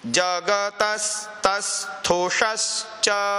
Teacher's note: तो अब इसमें आपका क्या हो रहा है, जगतस तस्थुषश्च में स और त का संयोग है आगे, और पीछे जो त है उसमें अ जो है वो गुरु हो गया, गुरु हो गया तो उसको रुक करके फिर आगे चलना पड़ेगा